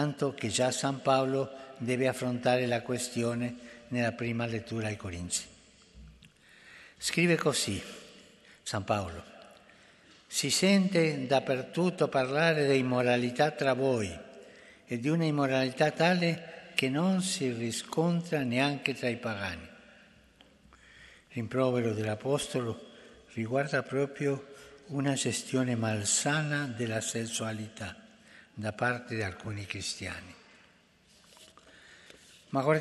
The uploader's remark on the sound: FROM THE PAULVI HALL, THE HOLY FATHER'S GENERAL AUDIENCE